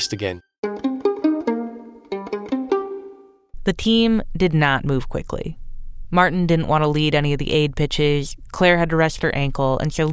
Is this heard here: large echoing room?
no